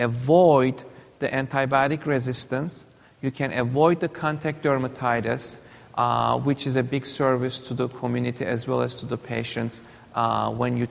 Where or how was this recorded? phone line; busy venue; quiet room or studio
busy venue